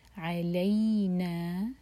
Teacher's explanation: نا مد طبعی، دو حرکہ لمبا